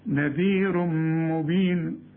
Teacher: نذير تنوين وبعد مين إدغام كامل بغنة، العلامة إن المين بيبقى عليها الشدة، نذير مبين أنا أعبد